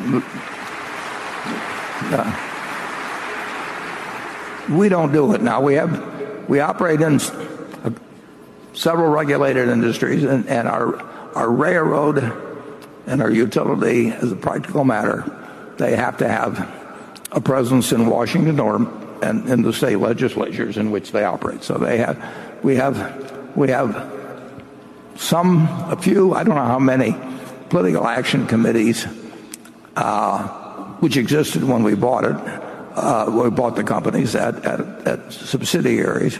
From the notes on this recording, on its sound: Five hours of Q&A at the 2019 Berkshire Hathaway AGM in Omaha. Field queries from shareholders.